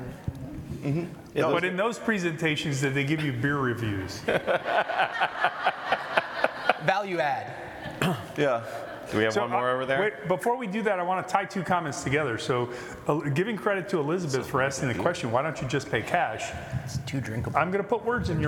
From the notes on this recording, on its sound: Recorded at ePayResources' ePayConnect 2023 in Orlando, Florida